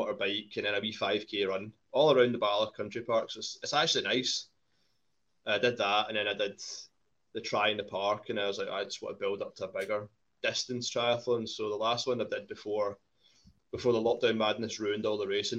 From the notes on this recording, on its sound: This episode was recorded live and remote because of the current COVID-19 pandemic.